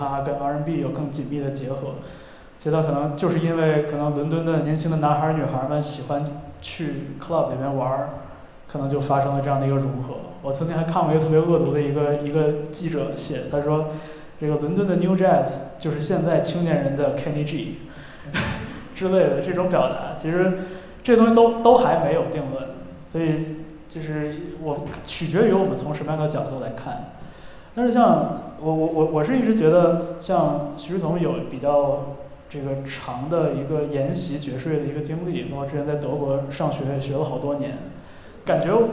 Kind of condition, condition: setting, live audience